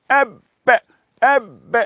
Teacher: خلي بالك في حبس بجريان الصوت غلق المخرج بنسميه شدة